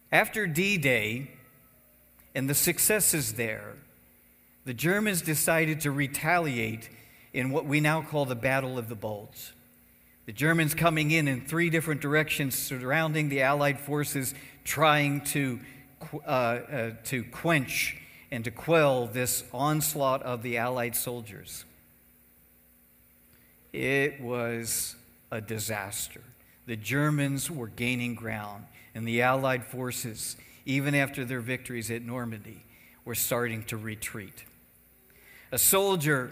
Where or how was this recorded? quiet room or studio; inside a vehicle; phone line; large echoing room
large echoing room